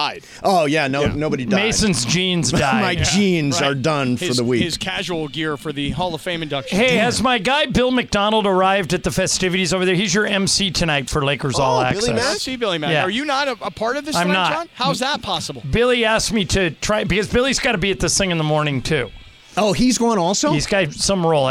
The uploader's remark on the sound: Live From Crypto.com Arena!